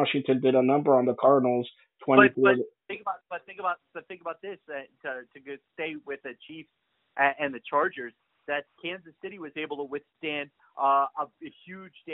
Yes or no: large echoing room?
no